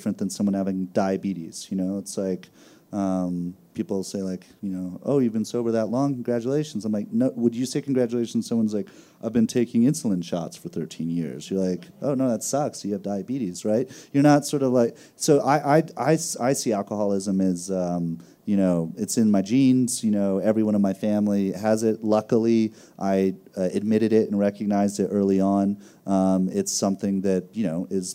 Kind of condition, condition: setting, busy venue